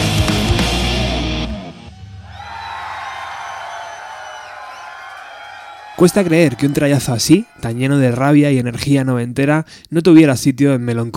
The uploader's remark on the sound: Live at Double Door (02/1995). Double Door Rehearsal.